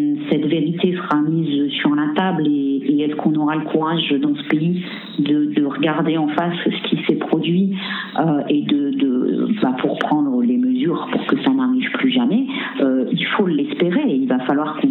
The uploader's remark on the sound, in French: Entretien téléphonique réalisé ce 18 avril